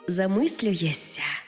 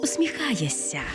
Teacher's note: Замість «шся» вимовляємо «ся»